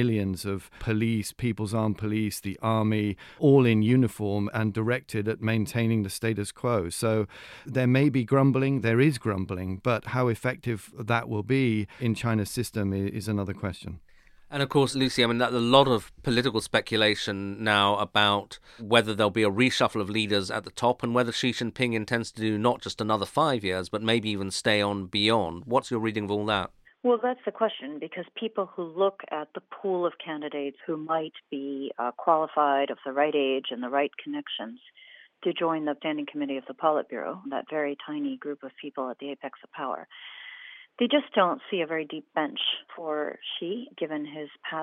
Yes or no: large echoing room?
no